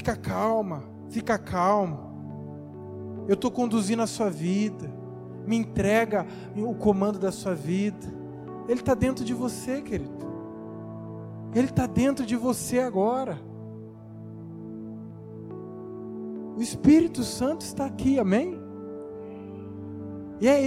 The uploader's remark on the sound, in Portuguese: Áudio da mensagem ministrada no Culto da Vitória realizado na Quinta-Feira, 10.